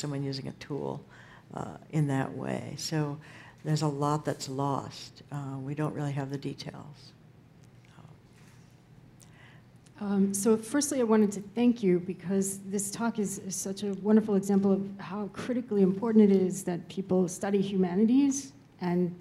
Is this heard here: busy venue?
yes